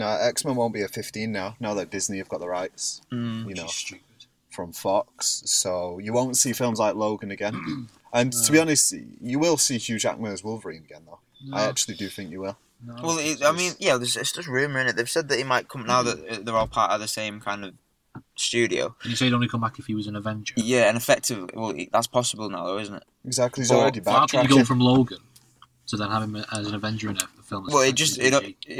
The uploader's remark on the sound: get together in the car